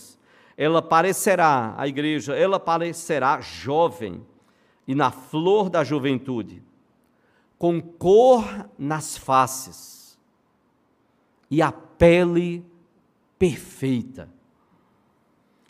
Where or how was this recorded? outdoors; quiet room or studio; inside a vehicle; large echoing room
large echoing room